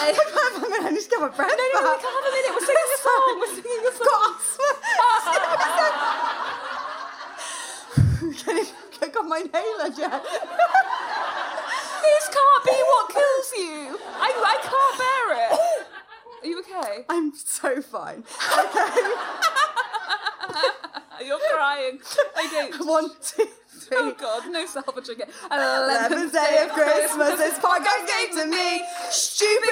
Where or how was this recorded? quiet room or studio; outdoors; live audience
live audience